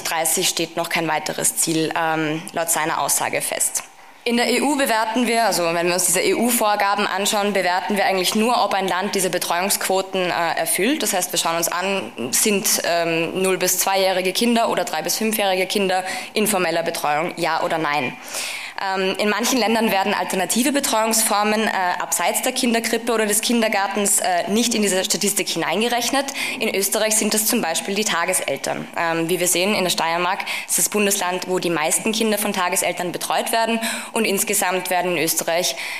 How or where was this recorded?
live audience